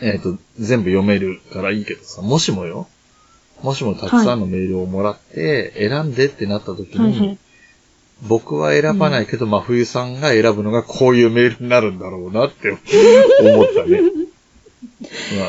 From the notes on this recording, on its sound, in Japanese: 今回収録環境の影響で音質がよろしくありません、すみません。